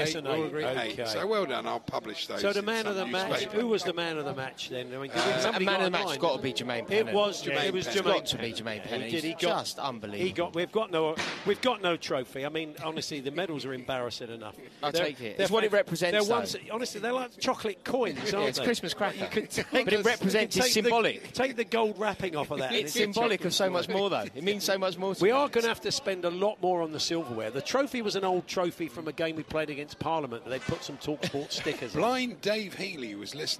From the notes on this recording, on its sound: Live at the talkSPORT Trophy five aside match which ended in dramatic fashion!